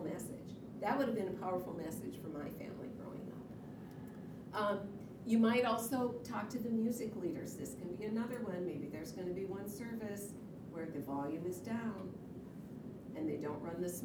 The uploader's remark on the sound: This audio comes from the FLD Spring leadership conference in April of 2022.